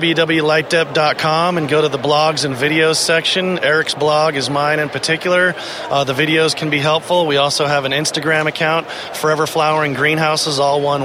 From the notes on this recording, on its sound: From the 2016 Cannabis Collaborative Conference in Portland